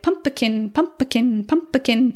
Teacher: Pumpkin, pumpkin, pumpkin. Or it puts a syllable in between the P and the K, like pumpkin, pumpkin, pumpkin.